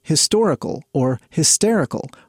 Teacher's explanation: Words like historical or hysterical are stressed in their second syllable, which de-emphasizes the initial aspirant H and gives the word more of a vowel sound.